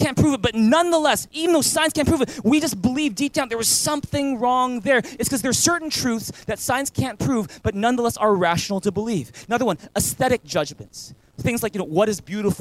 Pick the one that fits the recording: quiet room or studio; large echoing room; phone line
large echoing room